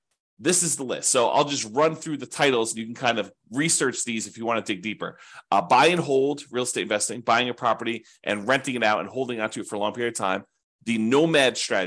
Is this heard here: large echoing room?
no